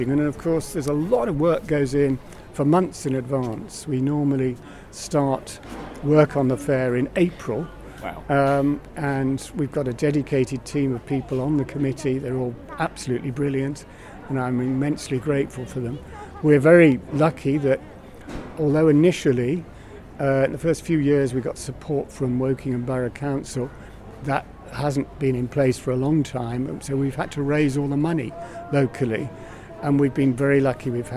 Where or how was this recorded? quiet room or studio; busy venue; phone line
busy venue